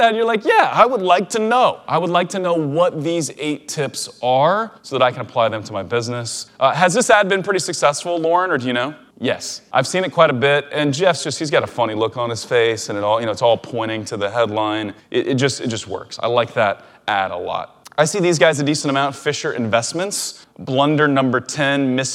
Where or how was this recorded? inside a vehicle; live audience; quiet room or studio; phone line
live audience